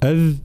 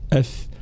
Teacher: هذه تتميز عن الثاء بالجهر لأنه عندهم نفس المخرج أذ أث، ولكن الذال مجهورة صوتها واضح والثاء مهموسة